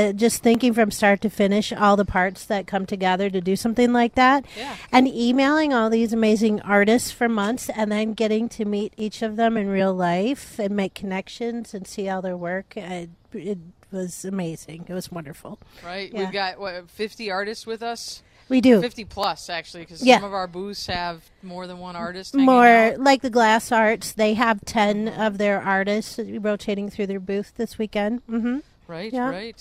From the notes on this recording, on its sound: Creative Cafe LIVE from the Downtown Kalamazoo Mall for "Art On The Mall"!